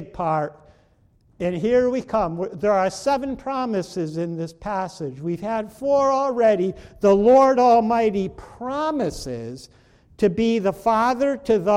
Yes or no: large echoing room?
yes